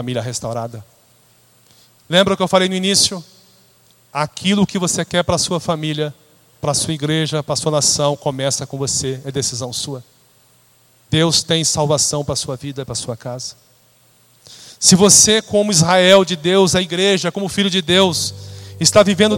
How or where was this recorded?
large echoing room